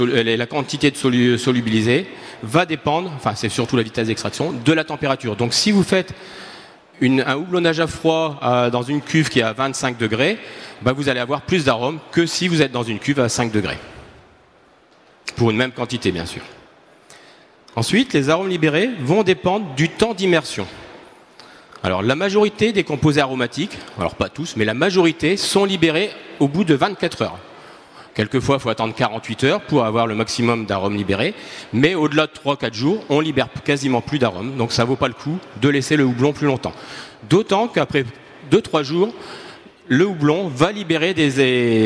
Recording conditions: busy venue